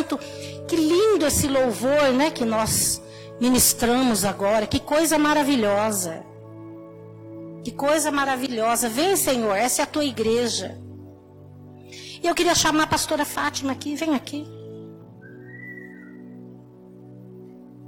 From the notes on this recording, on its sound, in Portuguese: Áudio da mensagem ministrada no culto da Rede de Mulheres. Na Igreja Cristo Salva Campinas.